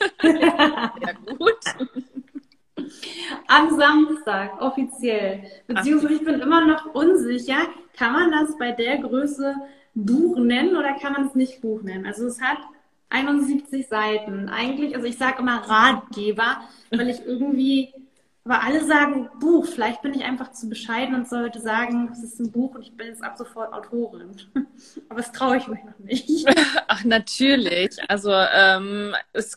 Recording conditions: video call